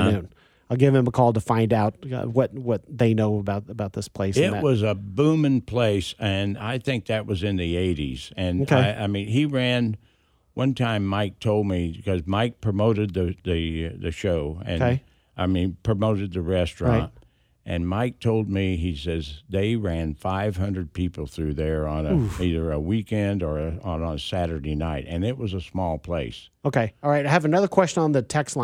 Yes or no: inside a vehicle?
no